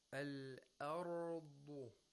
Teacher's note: we have to pronounce the Hamza with Tarqiq, but we have to pronounce the Ra with Tafkhim